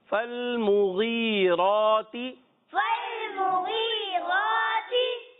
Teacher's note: غین کی ادائیگی کلیئر ہونی چاہیے حلق کے اوپر والے حصے سے اور را بھی پر رہے گی